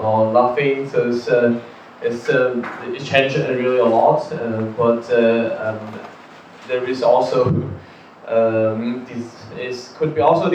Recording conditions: poor sound quality